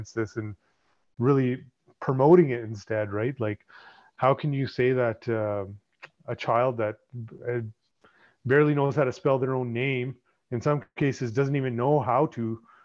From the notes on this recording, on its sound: catch up over zoom